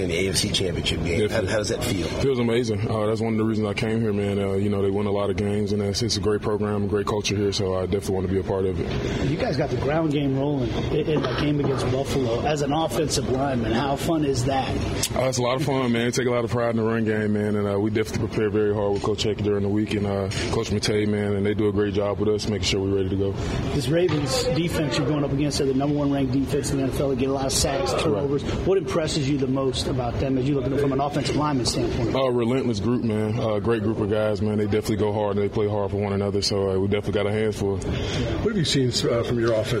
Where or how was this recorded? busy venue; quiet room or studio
busy venue